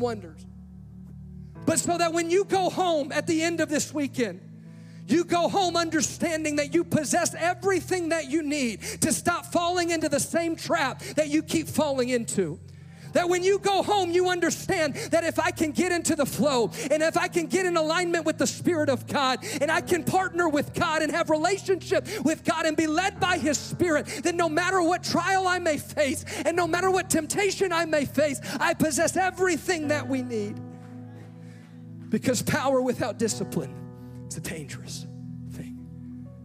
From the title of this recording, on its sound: Live! - NAYC Experience at The Sanctuary